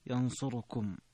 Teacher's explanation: الاختلاس الاتيان بثلثي حركة الضمة التي على الراء